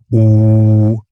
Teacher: beim U liegen die ersten beiden Formanten recht nah beieinander, also die ersten beiden Obertöne. Bei mir sind das vermutlich etwa 300 und 800 Hertz, die dann dieses U erzeugen.